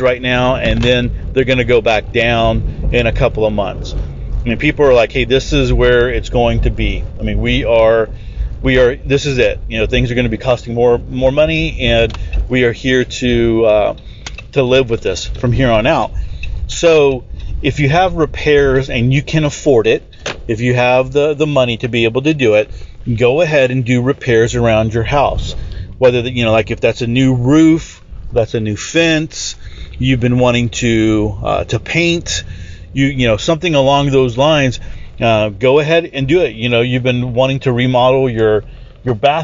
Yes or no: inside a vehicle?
yes